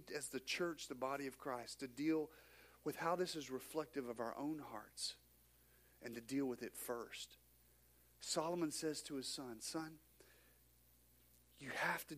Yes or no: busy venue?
no